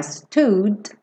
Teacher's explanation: não tem vogal nesse D, é um D percussivo